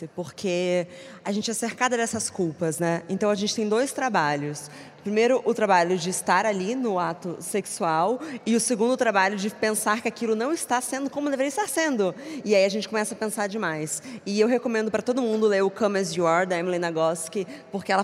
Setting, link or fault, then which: setting, live audience